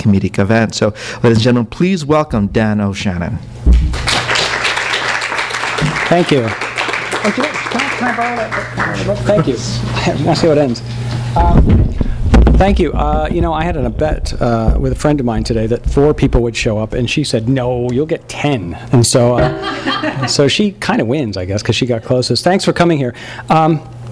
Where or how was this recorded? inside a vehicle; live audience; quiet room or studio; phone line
live audience